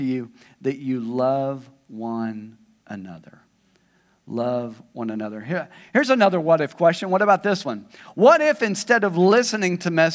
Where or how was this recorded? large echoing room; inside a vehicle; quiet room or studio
large echoing room